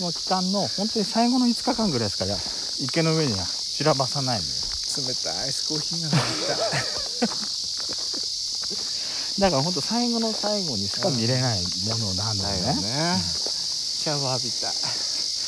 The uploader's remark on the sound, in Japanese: みちのくあじさい園で散策収録。カメラ撮影音が五月蝿くてすいません。